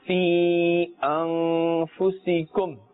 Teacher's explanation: we will pull the sound or elongate the sound, stretch the sound from 2, 2.5 or 4 alifs in length · Term: mad munfasil